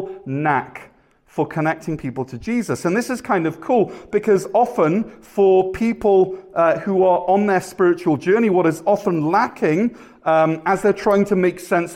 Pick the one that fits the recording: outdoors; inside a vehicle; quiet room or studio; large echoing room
large echoing room